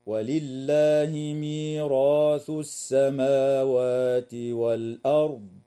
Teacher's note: الراء في كلمة والأرض ساكنة بعد فتحة فحكمها التفخيم أيضا وصلا ووقفا · الراء في كلمة ميراث مفتوحة فحكمها التفخيم وصلا ووقفا